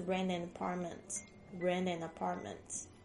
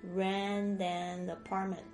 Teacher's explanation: 这个 t 夹在两个元音之间，它会有这个弱化成 d 的浊音 · Term: 连音